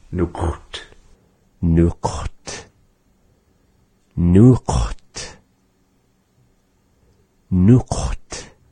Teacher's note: the word kut is having no vowels in between at all